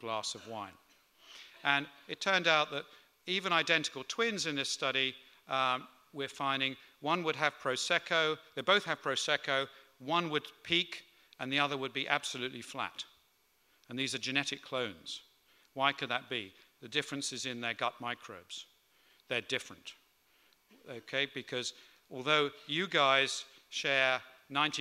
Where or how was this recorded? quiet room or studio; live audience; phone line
live audience